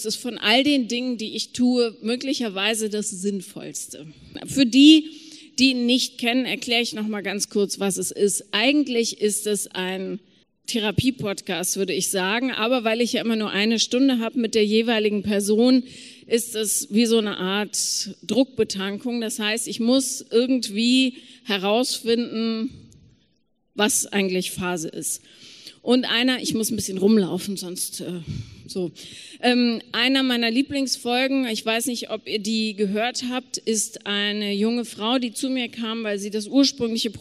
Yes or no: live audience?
yes